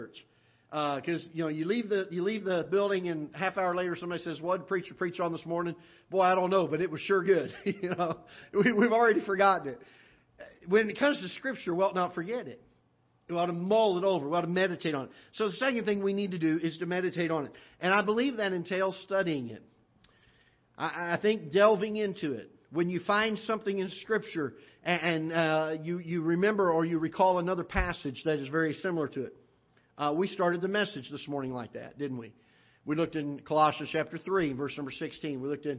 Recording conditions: large echoing room